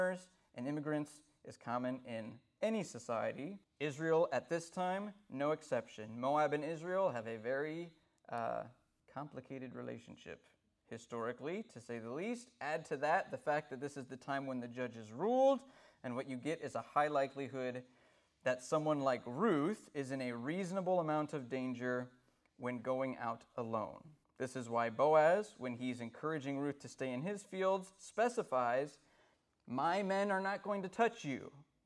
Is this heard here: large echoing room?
yes